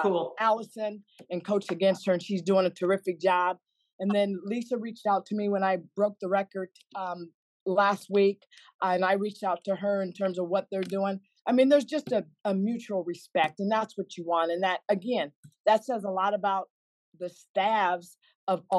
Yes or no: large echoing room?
no